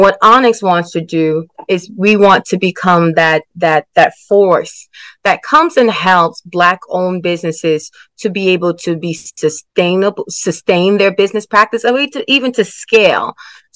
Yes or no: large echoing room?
no